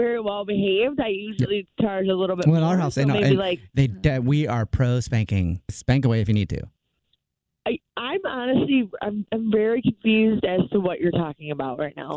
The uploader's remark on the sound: Phone Prank